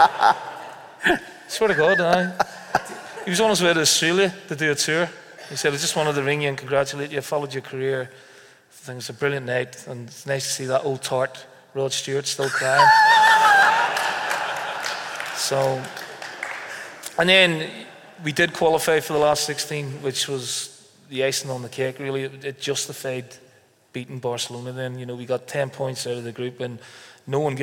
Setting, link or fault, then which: setting, live audience